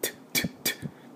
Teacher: 無声音。つまり喉が振動しない音です